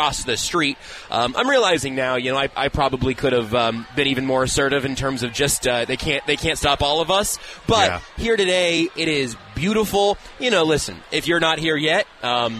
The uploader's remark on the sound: Live from Super Bowl Parade Route. Taking a field trip to the Chiefs Championship parade.